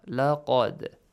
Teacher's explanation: So the first important tajweed rule here is laqad, the letter dal, which is sakin, and you produce an echoing sound.